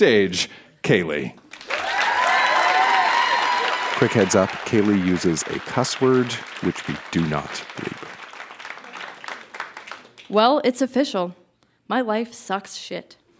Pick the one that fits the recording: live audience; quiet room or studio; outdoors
live audience